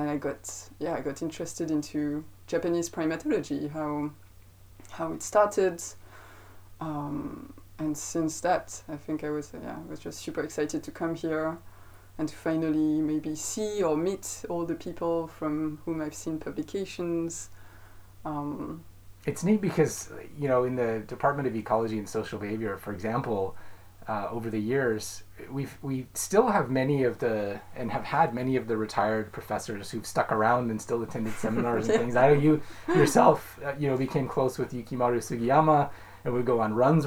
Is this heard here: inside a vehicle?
no